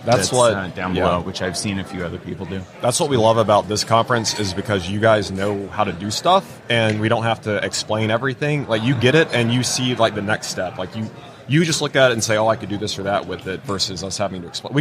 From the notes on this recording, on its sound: LIVE from WORKBENCHcon 2022. In the Organization Conversation booth at the show.